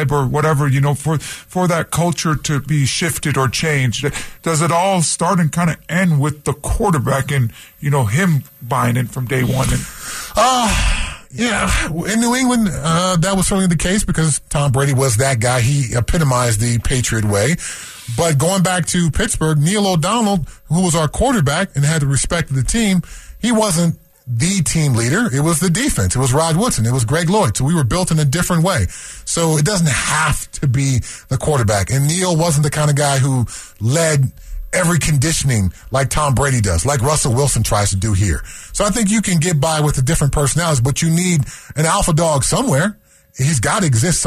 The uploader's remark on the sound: calls in live from practice